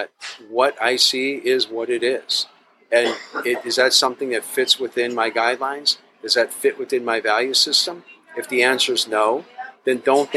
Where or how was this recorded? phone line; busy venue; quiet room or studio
busy venue